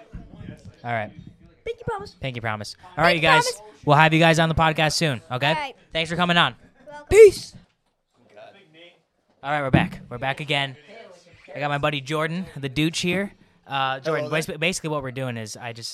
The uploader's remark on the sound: We are coming to you LIVE from the 2023 Gilbert St.